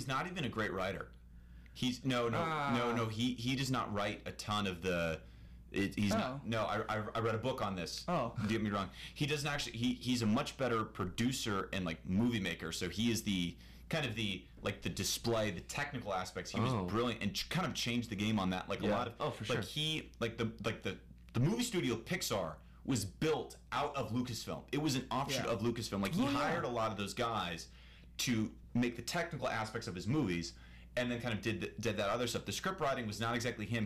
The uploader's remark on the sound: Also sorry for the audio quality we get kinda loud